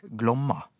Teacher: Ikke Glåma, men Tonem 2